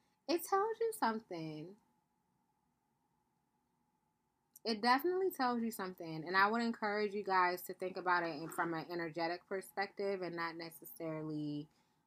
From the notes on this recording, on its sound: I appreciate your patience with the poor audio and all the background sounds, the mic decided not to cooperate.